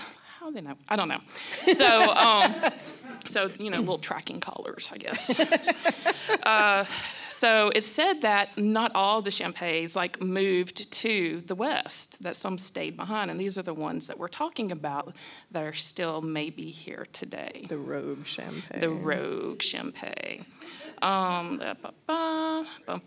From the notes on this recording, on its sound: Our LIVE show from Wetumpka Depot Theater!